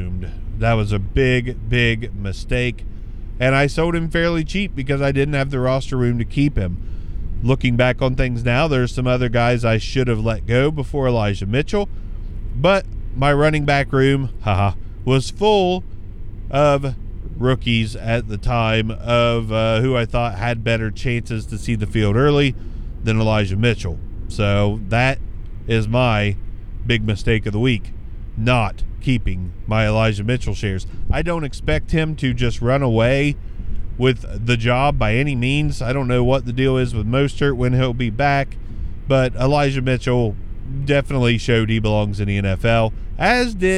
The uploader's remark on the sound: hop in the car with me